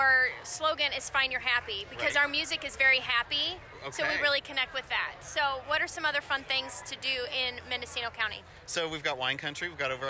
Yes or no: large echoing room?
no